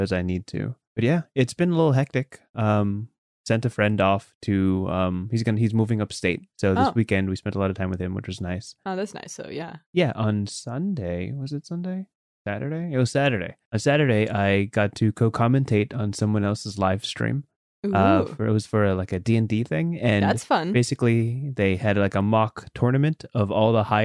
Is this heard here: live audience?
no